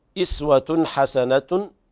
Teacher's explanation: إظهار حلقي لوقوع الحاء بعد التنوين